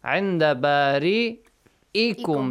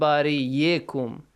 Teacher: So the first case was when waw and ya becomes the sit or chair for Hamza. So you pronounce it Hamza, not waw, not ya. · Shown in: first take · Like the word عِنْدَ بَارِئِكُمْ، not بَارِيَكُمْ.